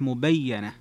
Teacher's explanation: تفرد بن كثير وشعبة بتشديد الياء لكن مع الفتح مبينة